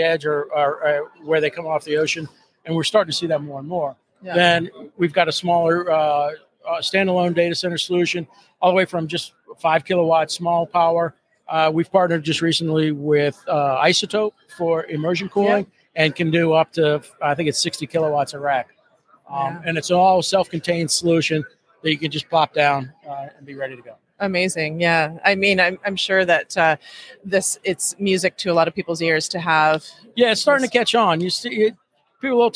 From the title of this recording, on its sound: Live From PTC ‘23